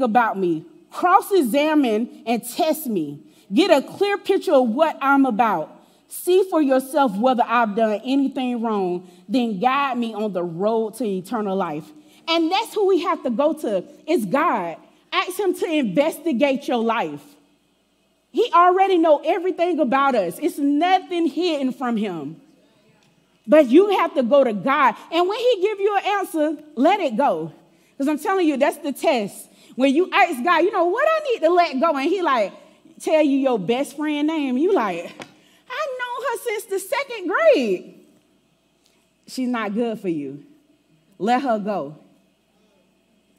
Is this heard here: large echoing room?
yes